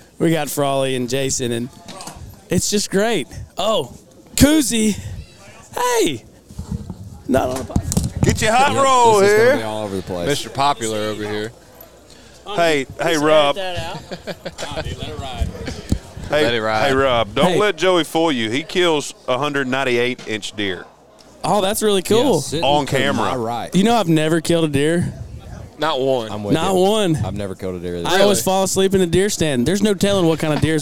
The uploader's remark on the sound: Live from West Point, MS. We are LIVE & in line.